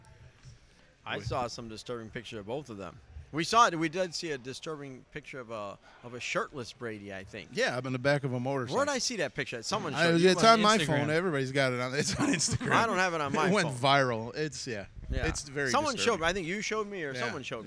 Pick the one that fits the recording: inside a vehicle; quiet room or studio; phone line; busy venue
busy venue